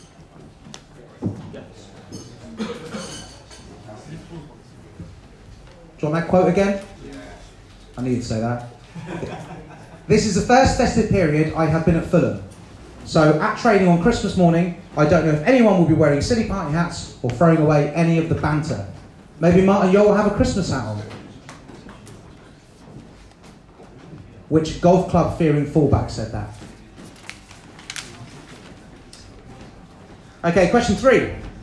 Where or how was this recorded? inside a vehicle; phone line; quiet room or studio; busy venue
busy venue